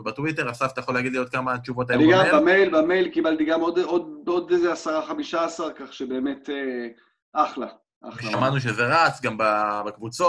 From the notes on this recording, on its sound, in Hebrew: פרק נוסף שהקלטנו בזום מול קהל לייב, מרגישים ממש כמו סיטקום אמריקאי.